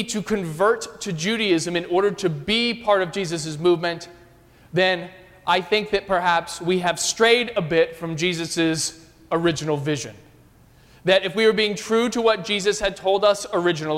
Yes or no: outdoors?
no